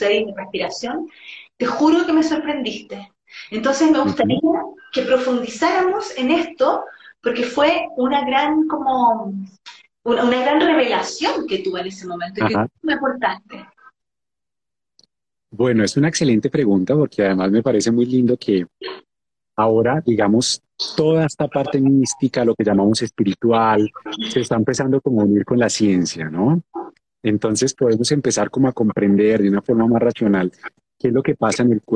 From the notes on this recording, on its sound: decidimos hacer un Live en Instagram